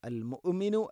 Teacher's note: മുഅ്മിന് അല്ല, അൽ മുഅ്മിനു. ഹംസയുടെ ഉച്ചാരണം കൃത്യമാക്കണം, തൊണ്ടയുടെ താഴെ ഭാഗമാണ്. എന്നാൽ ഖൽഖല വരാനും പാടില്ല.